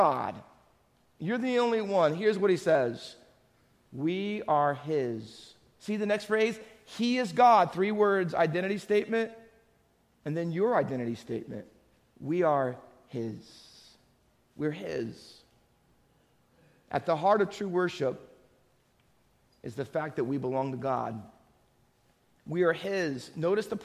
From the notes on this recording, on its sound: Faith Baptist Church in Hamilton, NJ.